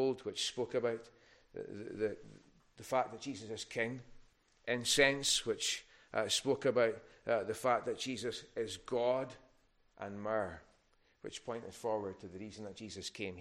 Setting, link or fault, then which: setting, large echoing room